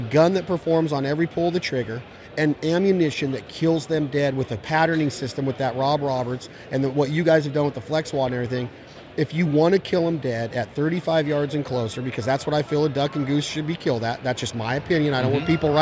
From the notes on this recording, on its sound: at the NWTF convention in Nashville, TN